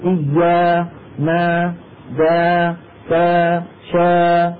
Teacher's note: كل هذه الألفات ألفات مرققة